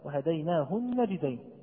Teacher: تقول لي النون مشددة ليست ساكن، أقول لك الحرف المشدد ما هو إلا حرف ساكن وحرف متحرك، فالنجدين هذه النون ما هي إلا نون ساكنة ونون مفتوحة، فأدغمت الساكنة في المفتوحة حتى أصبح لدينا نونا واحدة